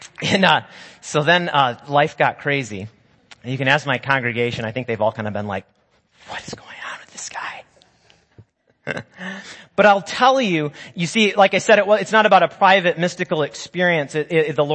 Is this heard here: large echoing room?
yes